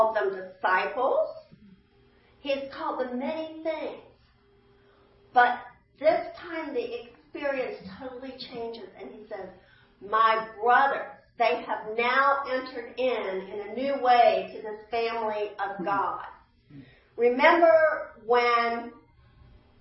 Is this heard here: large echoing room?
yes